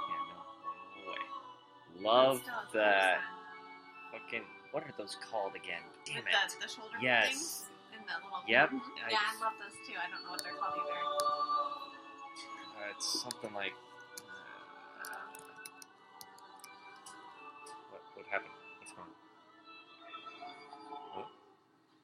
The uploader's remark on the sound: COMMENTARY TRACK. Sound quality is different, just a warning.